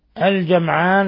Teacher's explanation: أصابكم يوم ميم ساكنة جاء بعدها الياء إظهار شفوي الجمعان كذلك إظهار شفوي الميم الساكنة جاء بعدها العين في نفس الكلمة